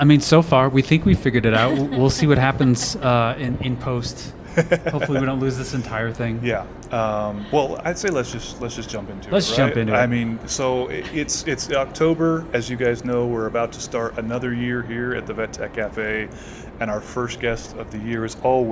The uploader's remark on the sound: We recorded it LIVE with her at IVECCS in Denver last month! You'll hear some different sounds as we were literally in a hallway and a couple people stopped by the table to say "hi" not realizing we were recording!